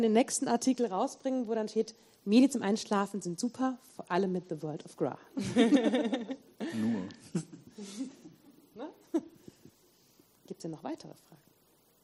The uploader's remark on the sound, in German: Vortrag und Podiumsdiskussion.